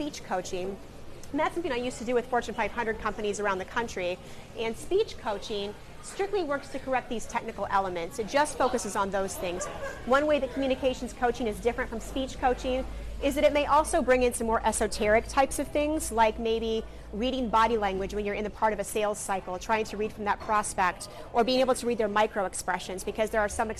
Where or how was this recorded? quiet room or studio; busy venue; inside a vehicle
busy venue